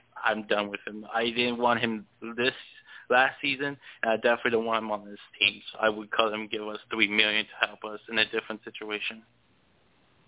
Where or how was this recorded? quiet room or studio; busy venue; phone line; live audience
phone line